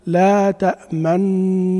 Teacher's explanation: يعني يبقى الإشمام طوال الغنة